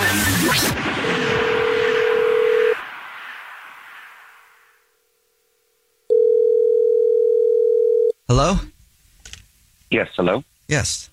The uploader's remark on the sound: The man on the phone